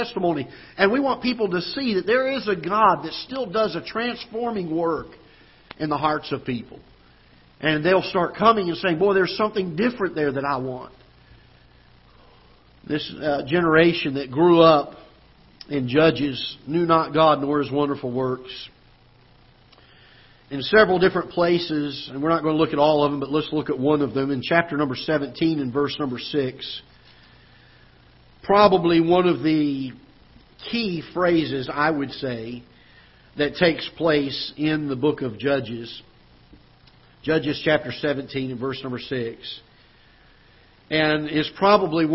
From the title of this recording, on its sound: Ketha Heights Baptist Church ~ Live Broadcast